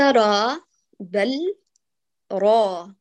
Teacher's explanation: فخم الراء، لا تجعليها حائر صوتها بين تفخيم وترقيق، اضغط الصوت باتجاه قبة الحنك